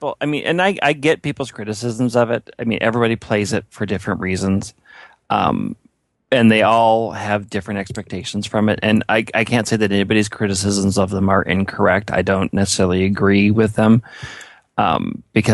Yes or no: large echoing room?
no